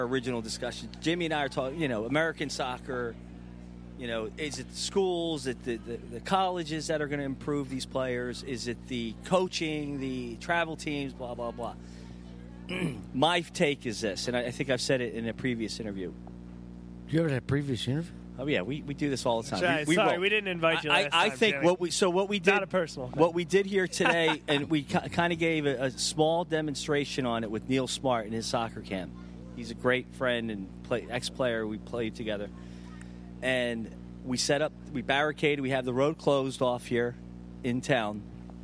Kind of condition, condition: setting, busy venue